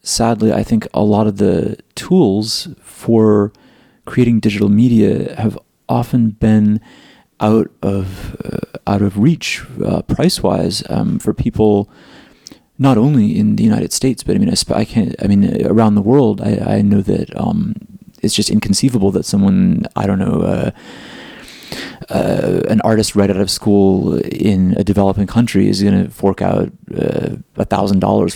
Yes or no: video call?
no